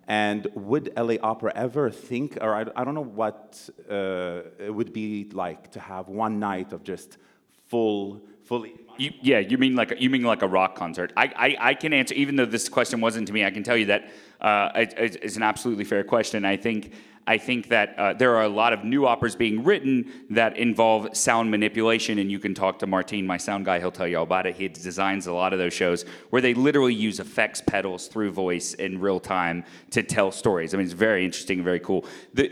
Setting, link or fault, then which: setting, live audience